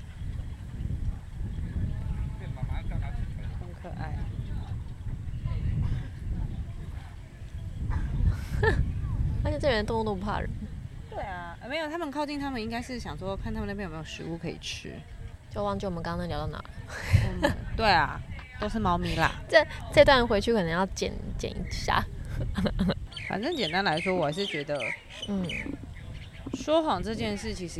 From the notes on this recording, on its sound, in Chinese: 說走就走的戶外錄音。這集是一個臨時的特別錄音室。